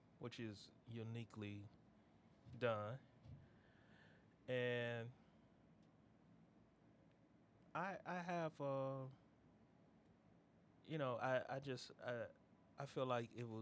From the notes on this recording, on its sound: Hopefully the audio isn't too low for you to hear. We didn't realize until after we left the studio that the audio sucked.